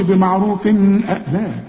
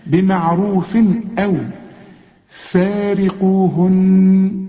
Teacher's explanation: أدي تنوين وبعده همزة، الهمزة من حروف الإظهار، هنا ما فيش غنة. · Shown in: second take